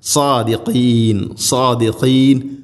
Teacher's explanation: സ്വാദുച്ചരിക്കുന്ന സമയത്ത് നാവിൻ്റെ മധ്യഭാഗം അണ്ണാക്കിലേക്ക് ഉയർന്നു നിൽക്കണം. അത് ഹെവി ലെറ്ററാണ്, ഇസ്തിഅലാന്റെ സ്വരഭാരത്തിൽ ഉച്ചരിക്കേണ്ട അക്ഷരമാണ്.